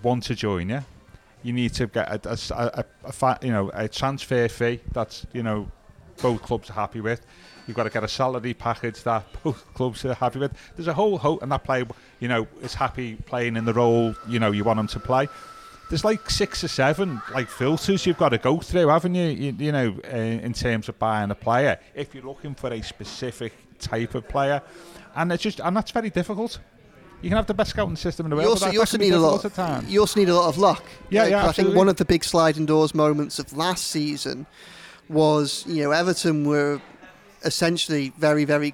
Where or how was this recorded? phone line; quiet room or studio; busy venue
busy venue